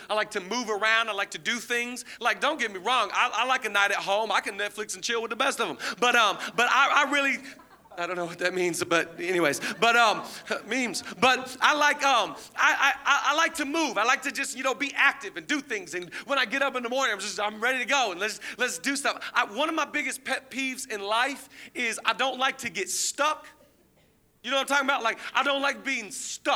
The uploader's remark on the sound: Zoe Church LA. Live from the El Rey Theater.